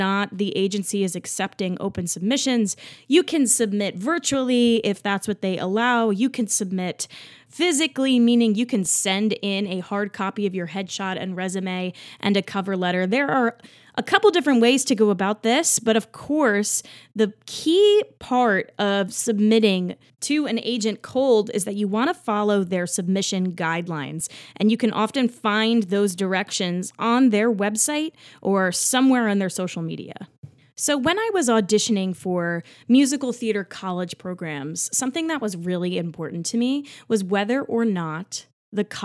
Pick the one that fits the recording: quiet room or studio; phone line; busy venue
quiet room or studio